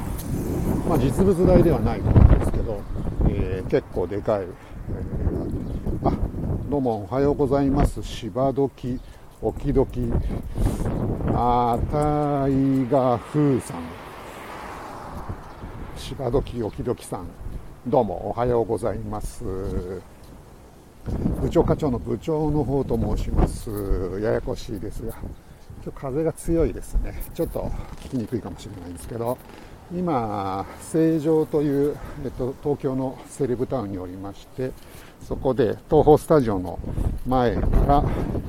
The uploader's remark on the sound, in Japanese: tokyo walk&eat radio LIVE 東宝スタジオから大蔵大仏